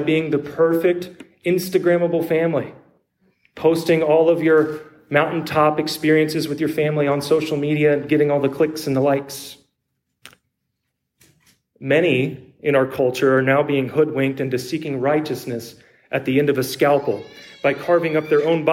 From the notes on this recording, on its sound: preached at Trinity Lutheran Church in Copperas Cove, TX